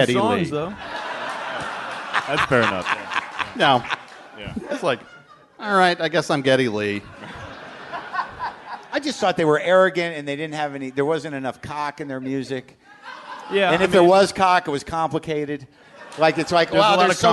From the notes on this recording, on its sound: It's live WTF from Brooklyn!